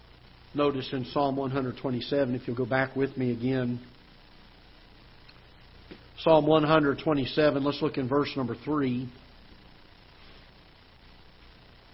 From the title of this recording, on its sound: Ketha Heights Baptist Church ~ Live Broadcast